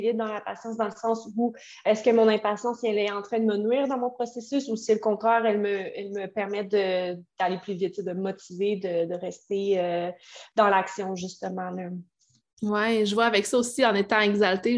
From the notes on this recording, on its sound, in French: Désolée pour la qualité audio, je suis consciente que l’enregistrement sur Zoom n’est pas l’idéal.